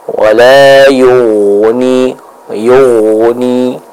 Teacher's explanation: huruf ghain yang sukun didahului oleh huruf yang berharokat dhammah, maka kesimpulannya huruf ghain di sana itu harus dibaca dengan tebal